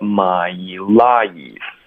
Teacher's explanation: 这里呢我们有一个 mylife，连续两个双元音